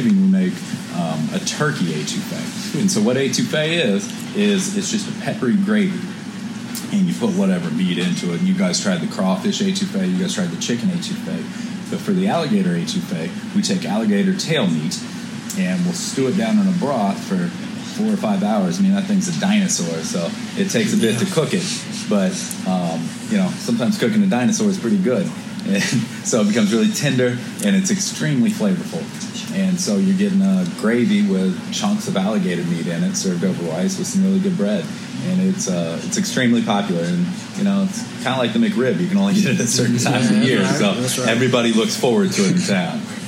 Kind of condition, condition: setting, busy venue